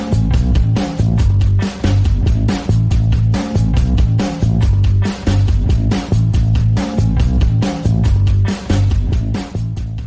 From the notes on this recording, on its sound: From the car after leaving Ibrox.